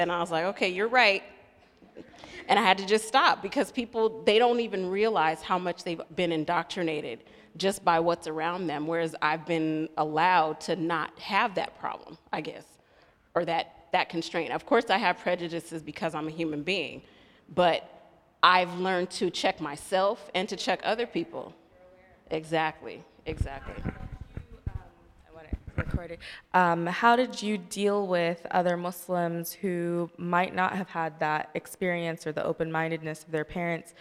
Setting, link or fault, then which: setting, live audience